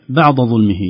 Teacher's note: لو الدال هذه فخمت ستصبح بعض ظلمه